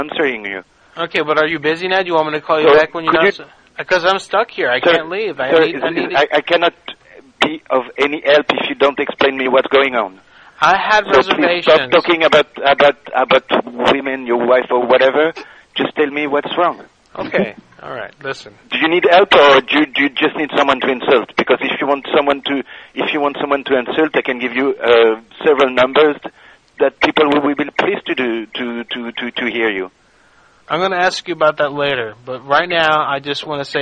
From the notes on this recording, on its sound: Prank Phone Calls.